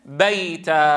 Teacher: ماذا لو كان التنوين تنوين نصب بيتا؟ كيف تقف العرب؟ تبدله ألفا · Term: تنوين العوض